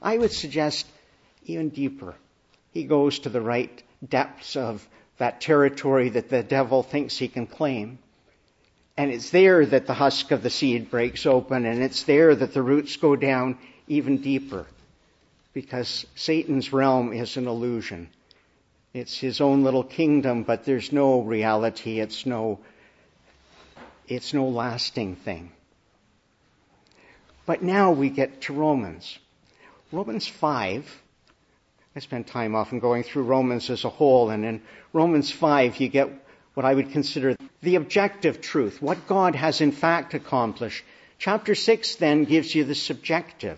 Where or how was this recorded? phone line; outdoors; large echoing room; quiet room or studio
large echoing room